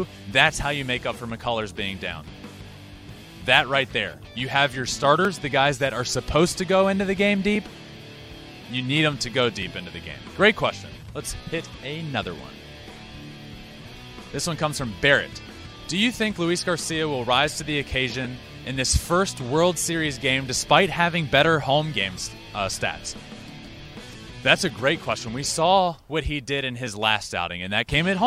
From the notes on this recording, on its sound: LIVE from Minute Maid park following Game 2 of the World Series